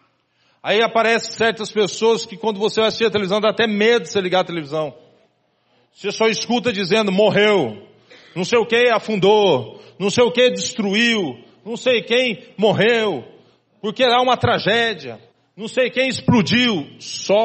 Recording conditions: large echoing room